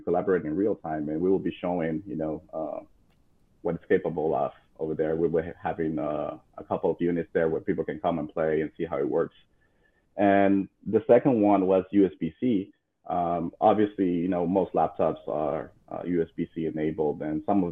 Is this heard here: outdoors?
no